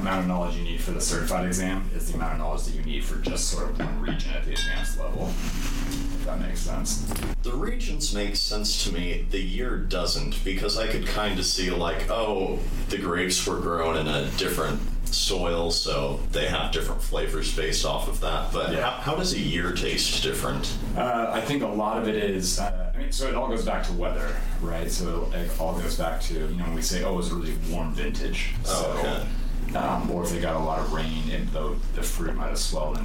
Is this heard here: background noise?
yes